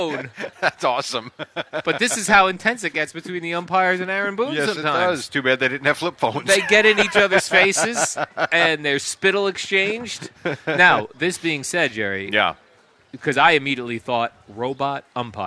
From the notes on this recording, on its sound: Live from D'Jais in Belmar